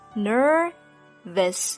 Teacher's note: 两个音节 nervous，它们的元音分别是一个长音一个短音